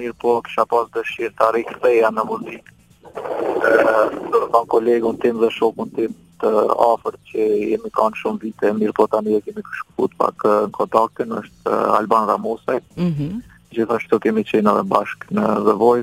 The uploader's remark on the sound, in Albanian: I ftuar sot në një lidhje telefonike në emisionin “Live From Tirana”